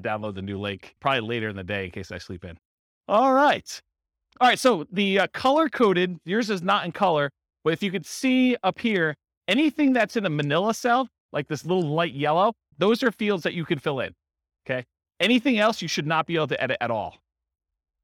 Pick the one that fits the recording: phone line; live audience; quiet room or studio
live audience